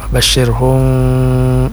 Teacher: Jadi ikhfa itu ya sedikit dicondrongkan ke huruf ba-nya.